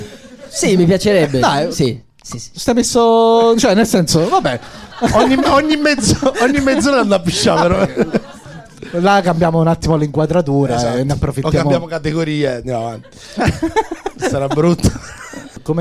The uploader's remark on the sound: Live dal GhePensiMi di Milano